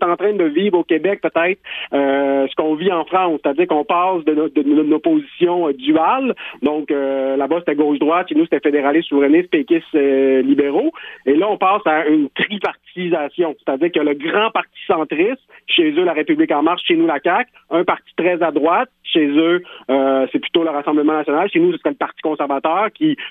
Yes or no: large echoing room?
no